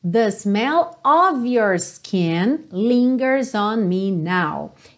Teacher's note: Essa preposição of que sempre vai ter som de ov.